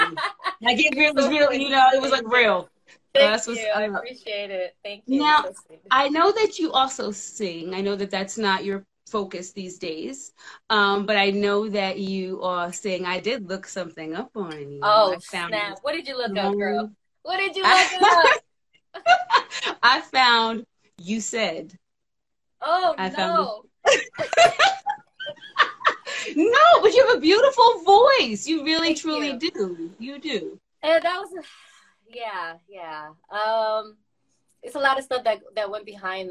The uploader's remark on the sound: a special Instagram Live #WFH edition